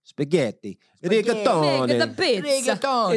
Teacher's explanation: Italian, you stress the second to last syllable